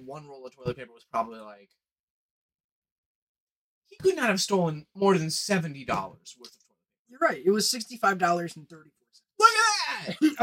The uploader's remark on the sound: Sorry about the audio quality of this episode.